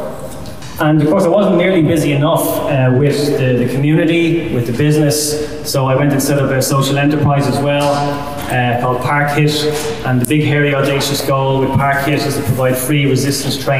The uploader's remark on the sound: Live at the Irish Aviation Authority. We brought the community together at the wonderful Irish Aviation Authority conference centre. With a panel of guests from different industries. We recorded the audio from the event.